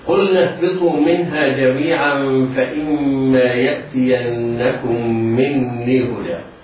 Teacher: يجب على القارئ العناية بإظهار اللام الساكنة قبل النون حتى لا يسبق اللسان إلى إدغامها